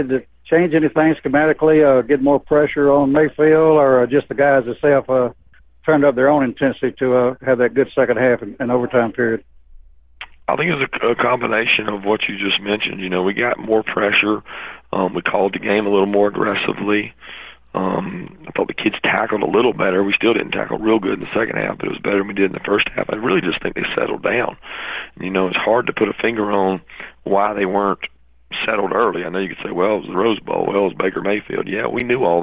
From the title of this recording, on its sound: College Football Playoff Teleconference